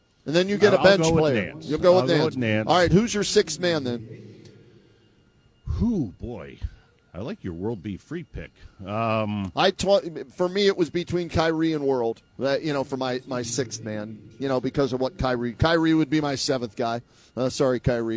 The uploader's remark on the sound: Live from Rocket Mortgage Fieldhouse.